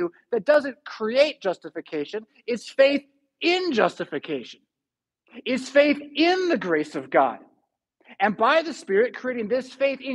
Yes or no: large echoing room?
yes